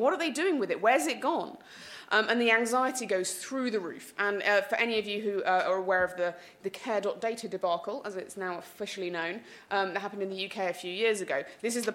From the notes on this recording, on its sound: hear a session from the 2019 Patients as Partners EU conference